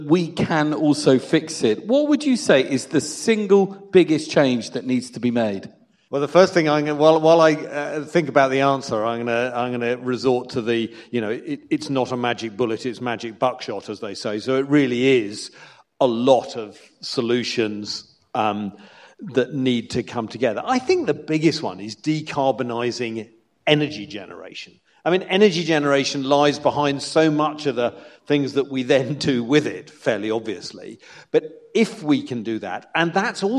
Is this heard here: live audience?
yes